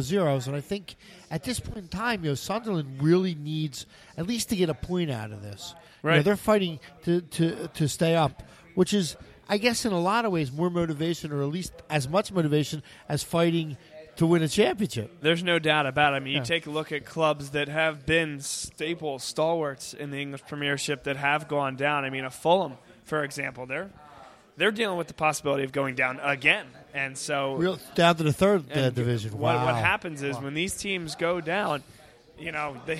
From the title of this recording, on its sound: Vuvu Soccer Show Live From Villa Capri